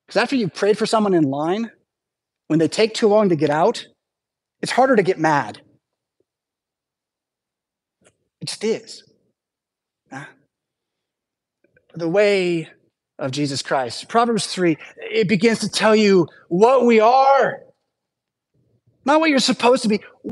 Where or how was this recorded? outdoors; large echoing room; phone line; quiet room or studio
large echoing room